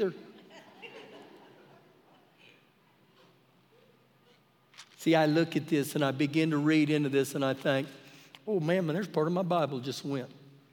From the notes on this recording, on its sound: Recorded live during our Wednesday night service